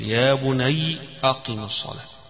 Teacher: قراءة قنبل عن ابن كثير، حيقرأها يا بني بالتسكين فيها، فيقول يا بني أقم الصلاة، أقم الصلاة.